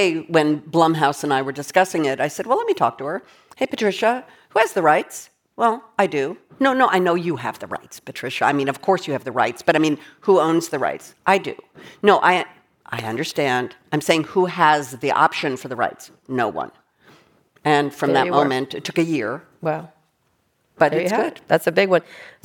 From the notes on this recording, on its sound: Taped in front of a live audience at the Upfront Summit.